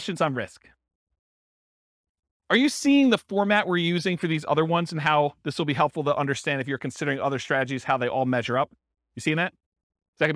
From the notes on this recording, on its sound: This was a live class recorded.